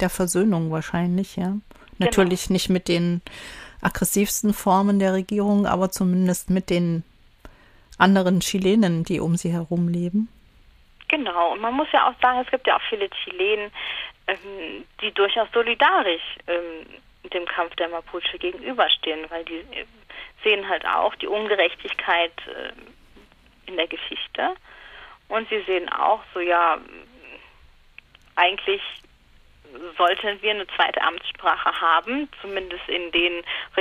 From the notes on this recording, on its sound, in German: Am Telefon.